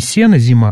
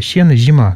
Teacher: Это так называемый шепелявый сизи, то есть она произносит не сено зима, а сено зима, как в польском, например. · Shown in: second take